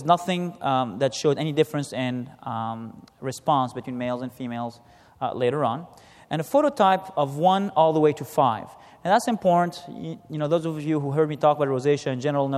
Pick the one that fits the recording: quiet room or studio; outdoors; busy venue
busy venue